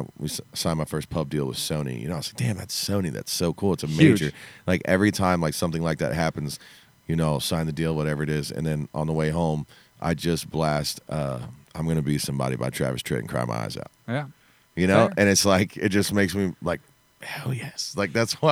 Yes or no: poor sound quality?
no